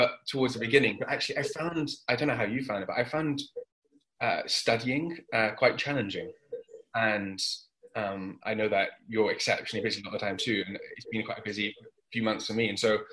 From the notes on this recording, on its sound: Instead, here they meet for the first time, on Zoom.